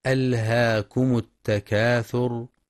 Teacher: ينتبه القارئ لإظهار اللام، لام الفعل، في ألهاكم إظهارا مطلقا